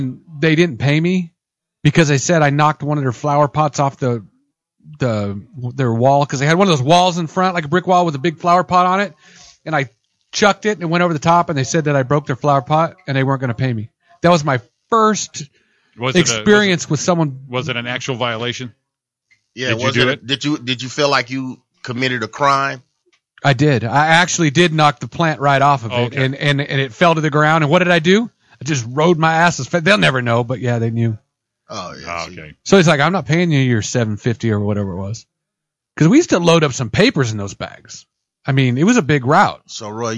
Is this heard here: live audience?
no